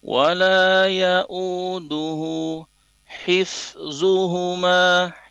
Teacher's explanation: hu-nya itu dilafazkan dua harokat panjang karena dia diberi tanda domah terbalik ya